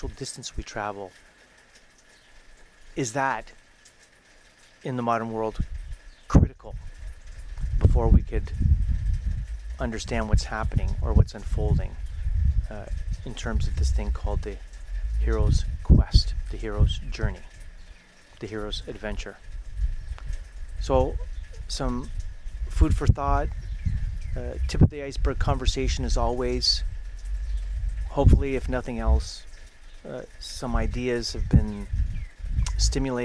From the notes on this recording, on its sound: In the back ground, near the end of the conversation you will notice the sounds of life (birds singing, the pattering of rain, and some other outside sounds).